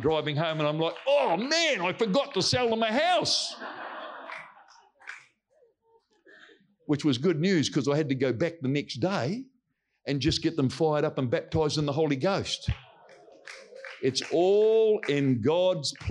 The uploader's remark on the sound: Recorded from our Combined Wednesday Night Gathering. Our heart at Celebration Church Rarotonga is that this message will greatly bless your walk with Jesus and help bring you closer to Him.